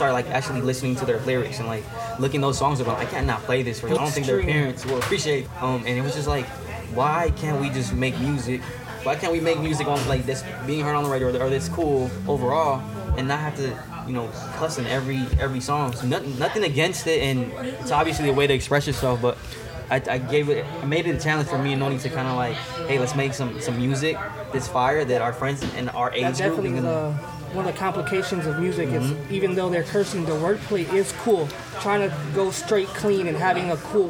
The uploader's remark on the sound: Recorded at Oakland Gyros, the East Side eatery that became a regular stop for the duo. While sitting in a window booth.